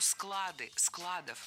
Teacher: Склады, складов – это неверно. Слово «склад» в значении «место для хранения» с неподвижным ударением на основе. Поэтому «склады», «складов».